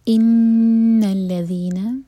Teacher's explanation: نون پر غنہ دو seconds کا ٹائم